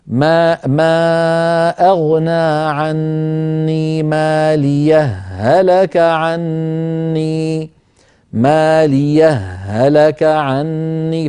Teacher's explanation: فيدغمون الهاء في الهاء